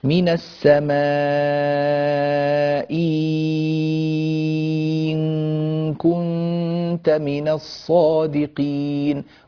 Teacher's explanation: والياء طبعا تمد بمقدار 6 حركات لأن بعدها نونا ساكنة، فما دام حرف المد جاء بعده ساكن فلا بد من مده 6 حركات. · Term: إبدال الهمزة الثانية ياء